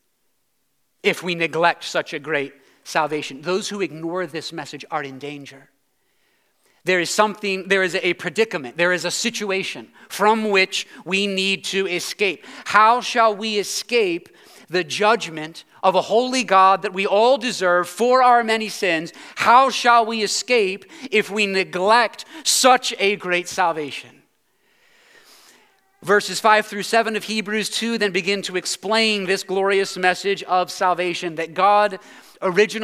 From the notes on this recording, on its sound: preached this sermon at Covenant Fellowship Church on December 24, 2022.